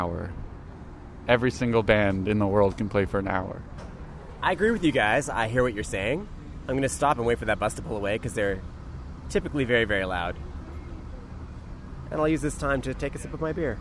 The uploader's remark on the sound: Outside the Media Club before a Monday night show. In the middle of our chat, he got into a fight with his roommate about all the records that were clogging up their living room.